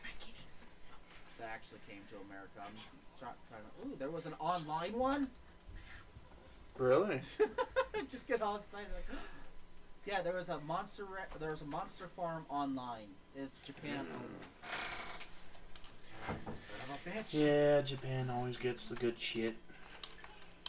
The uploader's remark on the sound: There was a bit of a audio issue sorry.